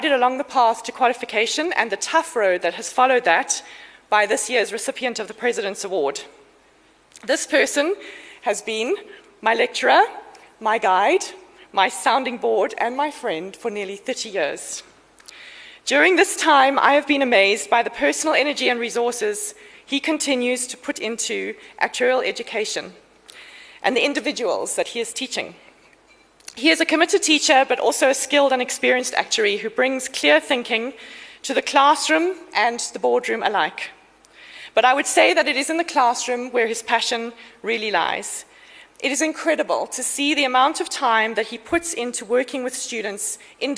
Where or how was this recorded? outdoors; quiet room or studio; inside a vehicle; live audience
live audience